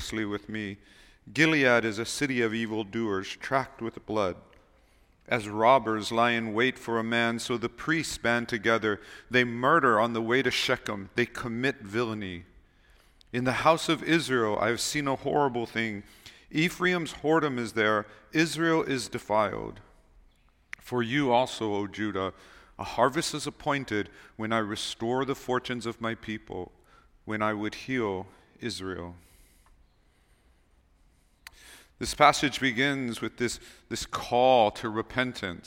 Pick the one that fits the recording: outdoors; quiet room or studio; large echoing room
large echoing room